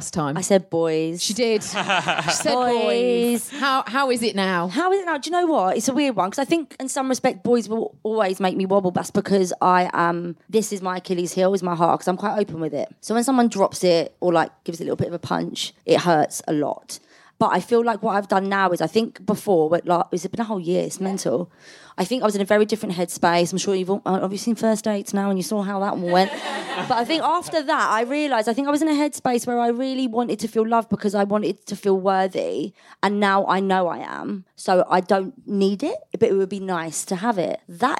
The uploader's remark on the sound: Recorded live in front of an audience of Wobble fans.